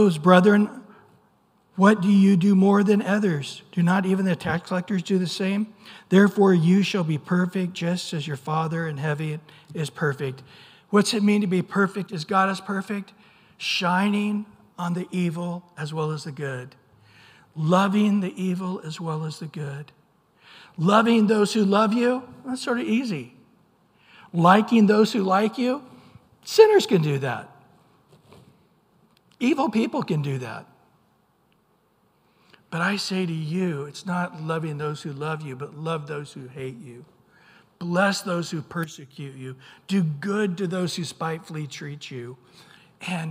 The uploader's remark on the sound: Recorded at Calvary Chapel of Los Alamitos on Sep 3 2023 on Sunday Morning Sermon.